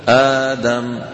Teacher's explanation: أبدلوا الهمزة الثانية الساكنة حرف مد مجانس لحركة الهمزة الأولى · Term: البدل